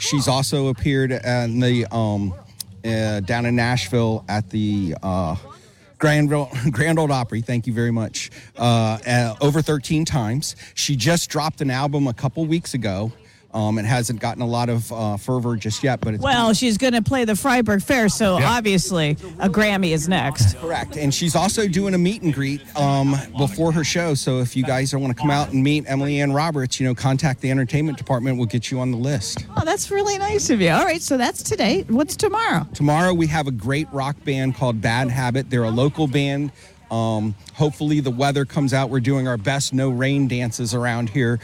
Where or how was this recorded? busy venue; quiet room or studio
busy venue